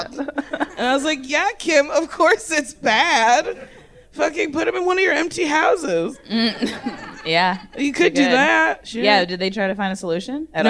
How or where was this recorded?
live audience